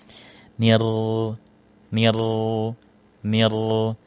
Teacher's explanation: Nir naik turun lidahnya. Nah, ra ini bukan naik turun lidahnya, tetap nempel posisinya. Ujung lidah bertemu dengan langit-langit atas nempel.